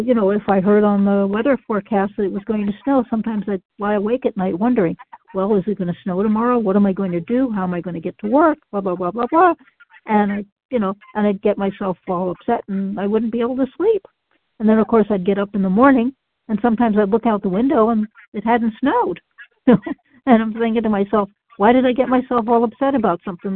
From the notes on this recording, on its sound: qualification from the 100 Pounders Phone Meeting